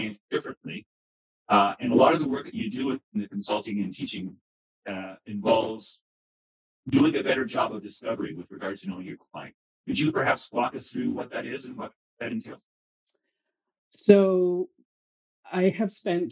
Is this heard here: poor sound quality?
yes